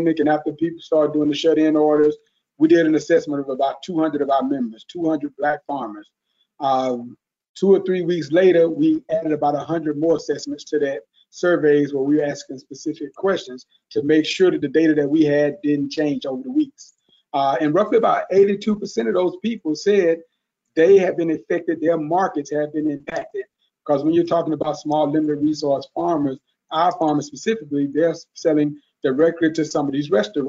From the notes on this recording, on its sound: This panel was part of a James Beard Foundation webinar series to support the food and hospitality industry through COVID-19.